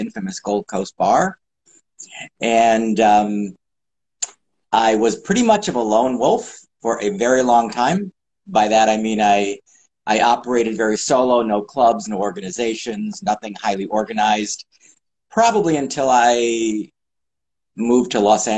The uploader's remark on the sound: Recorded on 27 August 2022 on Instagram Live